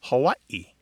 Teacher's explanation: The traditional pronunciation of the state is Hawaii, with a glottal stop in there.